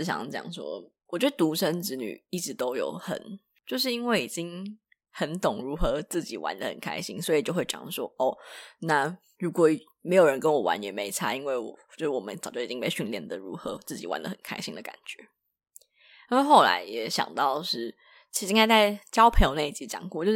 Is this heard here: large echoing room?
no